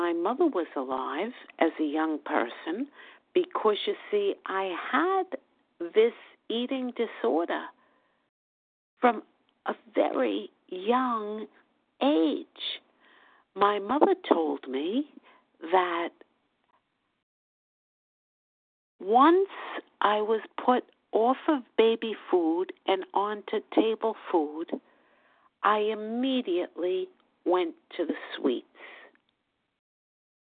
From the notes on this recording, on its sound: the 100 Pounders Phone Meeting, 10/19/23